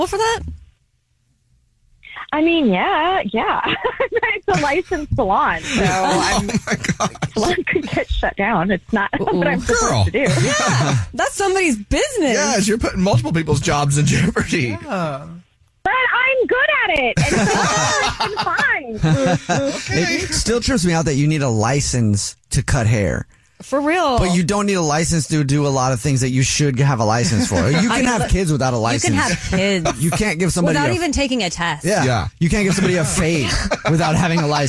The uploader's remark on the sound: We have a parent on the phone